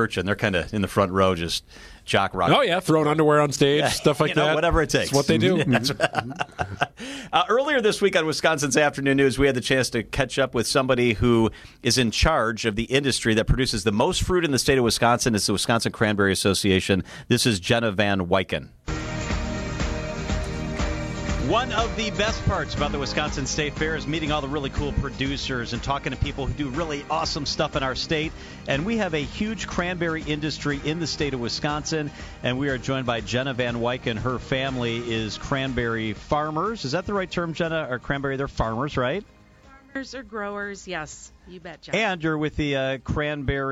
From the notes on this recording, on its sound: bring you coverage live at the fair.